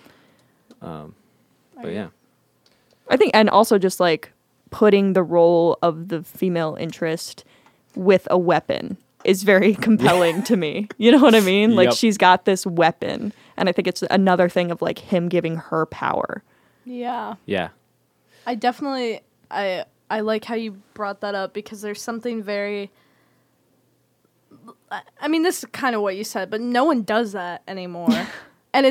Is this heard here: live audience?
no